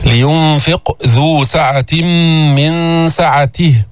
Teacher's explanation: هون القاف مفخمة بس منها بأعلى درجات التفخيم، لأنه قبلها هي سكنت وقبلها مكسور، يعني بعد الدرجة الثالثة اللي حكينا عنها في المرات السابقة. · Term: القلقلة